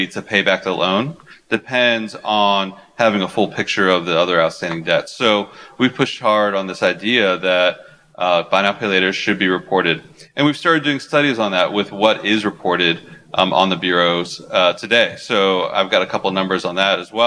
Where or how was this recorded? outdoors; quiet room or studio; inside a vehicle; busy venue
busy venue